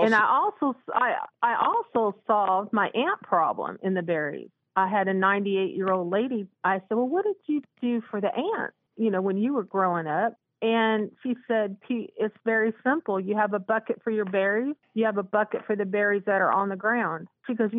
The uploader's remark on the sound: your fabulous phone calls!